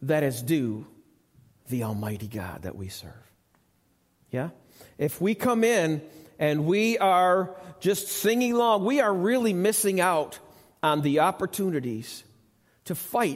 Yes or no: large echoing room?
yes